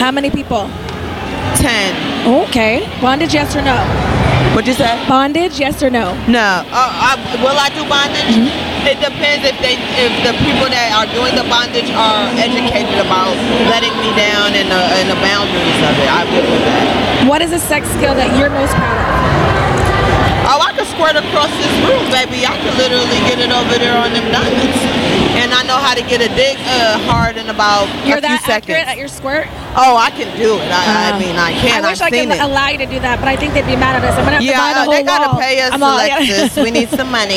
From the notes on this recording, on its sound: This episode was recorded during the Exxotica Convention.